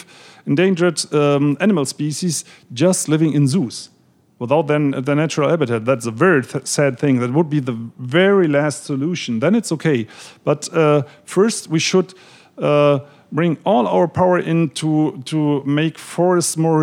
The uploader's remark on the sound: In front of an audience at Powell’s Books.